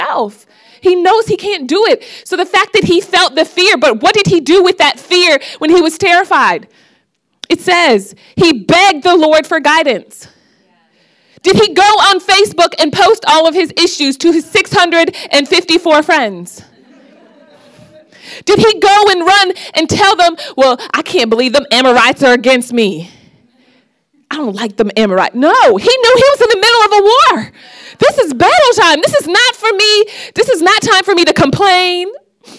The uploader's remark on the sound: Preached this message on October 8th at our Brooklyn Community.